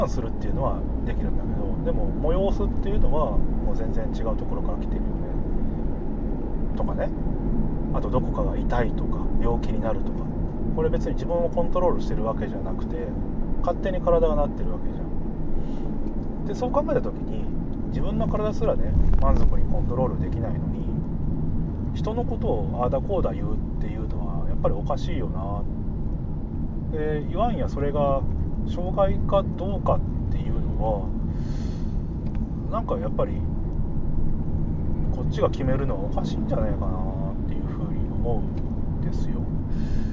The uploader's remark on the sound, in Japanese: 車の中で収録